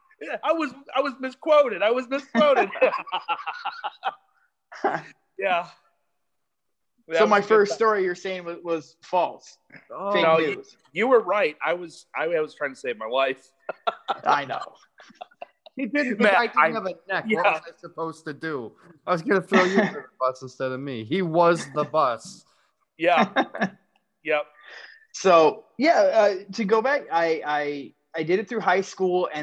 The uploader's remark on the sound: Recorded on Zoom.